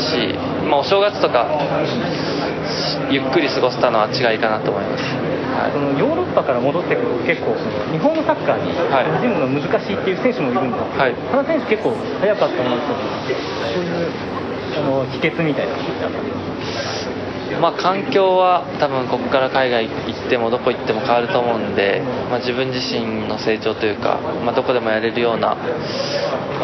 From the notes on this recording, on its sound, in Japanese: 京都サンガFC対長野パルセイロのあとに行われたミックスゾーン取材で録音した。